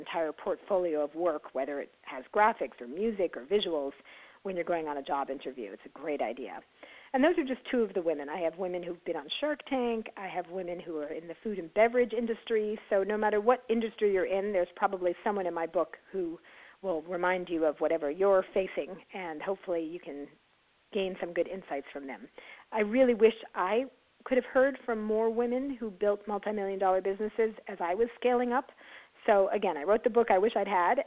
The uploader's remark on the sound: On our conference call.